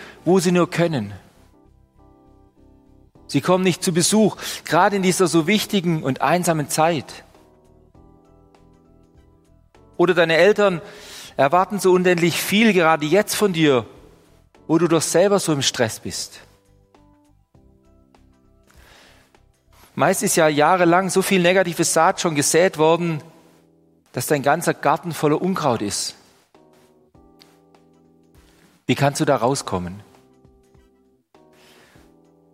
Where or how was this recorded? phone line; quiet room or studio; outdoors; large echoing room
large echoing room